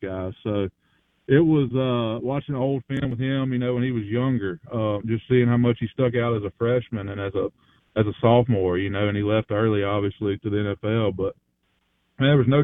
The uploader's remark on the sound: Joins the show on Farm Bureau guest line. Live in the BankPlus Studio.